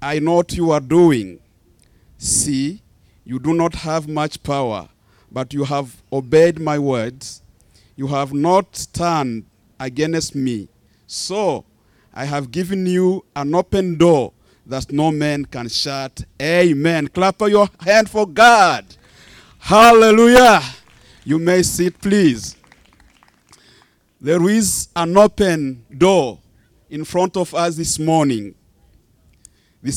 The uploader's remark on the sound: Church Outside